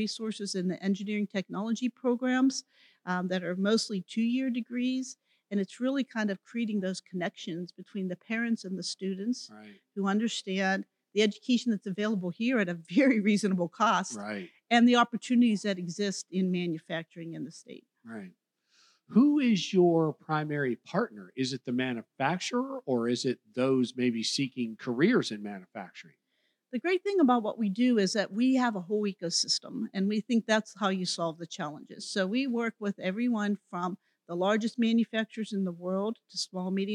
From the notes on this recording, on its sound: Recorded at the 2023 Florida Chamber Annual Future of Florida Forum. Recorded live at the Florida Chamber's "Future of Florida Forum," from Hyatt Regency Grand Cypress Resort in Orlando near Florida’s Disney World.